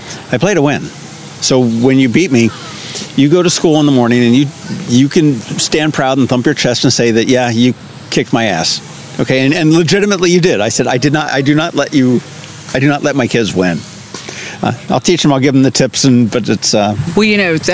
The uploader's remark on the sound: This was a ton of fun out at a picnic table adjacent to the new pickleball courts at Truxtun Park--complete with the Annapolis Fire Department whizzing by with sirens blaring!